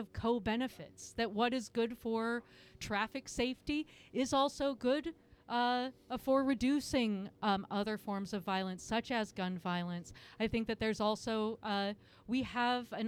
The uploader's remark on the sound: This interview was recorded in the public plaza on SE Ankeny between SE 27th and 28th. During the weekly Bike Happy Hour.